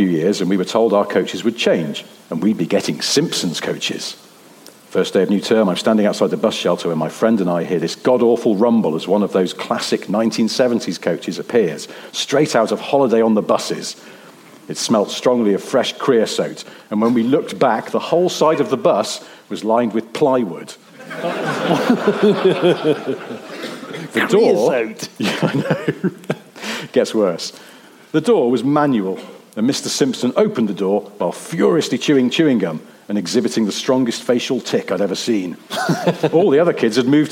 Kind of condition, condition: setting, live audience